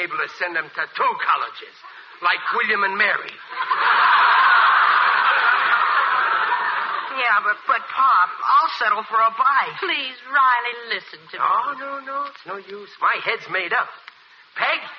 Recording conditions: live audience